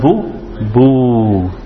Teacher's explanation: you make the dhamma longer, you don't just say ooh, you say ooh · Term: mud